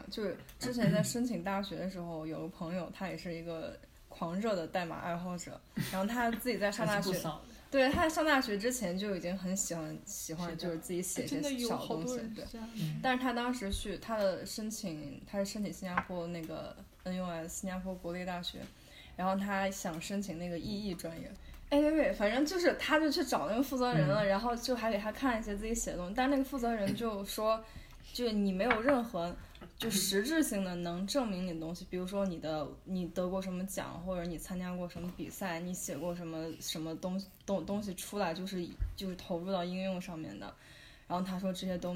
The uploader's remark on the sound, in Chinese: 这期是一边吃披萨一边录制的，所以偶尔会有杯子叮叮当当和嚼披萨的声音。